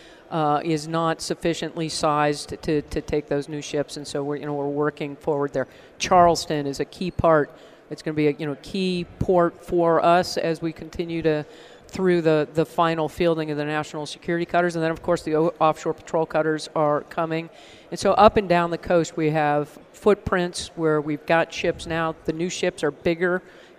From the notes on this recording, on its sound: At this week's Sea Air Space Conference.